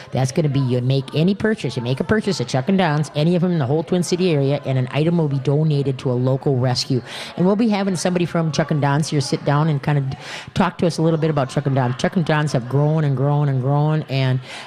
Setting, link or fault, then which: setting, busy venue